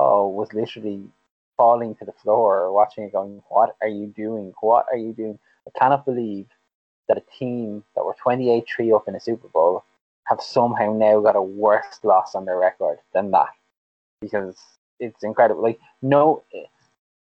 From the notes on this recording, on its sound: apologise for forgetting my mic stand and constantly moving the mic during this